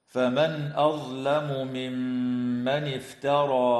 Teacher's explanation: نون ساكنة بعدها همزة في قوله تعالى: فمن أظلم، حكمها الإظهار الحلقي، وتغن الميم المشددة من كلمة ممن، ويدغم التنوين في اللام